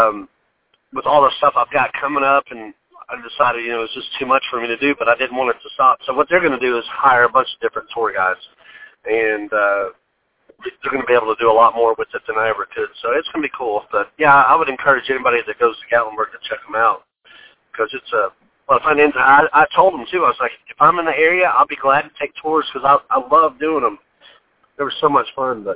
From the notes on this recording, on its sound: Joins the podcast via telephone.